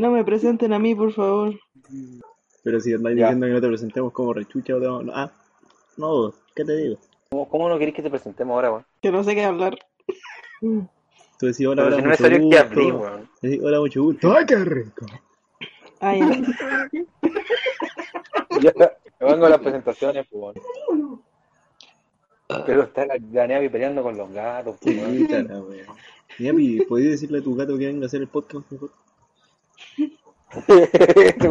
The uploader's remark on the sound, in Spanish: Audio caca. El audio es una soberana caquita.